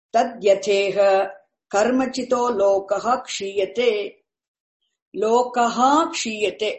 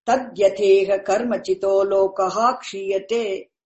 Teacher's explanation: Whenever visarga precedes ksha, visarga must be pronounced fully. Okay? No sandhi there.